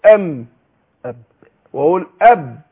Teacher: الميم والباء تخرجان بانطباق الشفتين